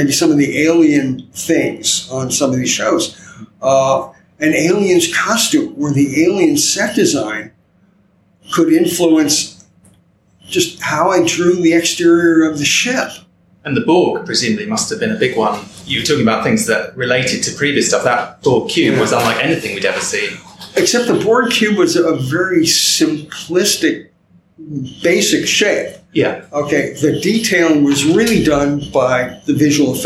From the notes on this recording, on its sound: In this episode of Primitive Culture, recorded at the Destination Star Trek convention in Birmingham, England. As part of a roundtable press panel.